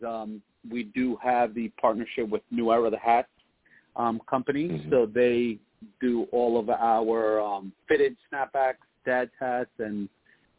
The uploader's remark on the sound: I take live callers as well!